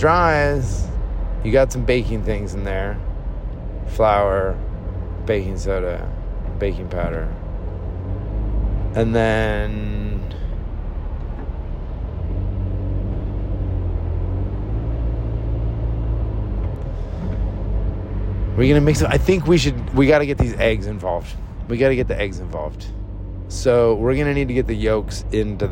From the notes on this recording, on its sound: Sorry about all the car noise, maybe someday I'll have enough time to record this while I'm sitting still.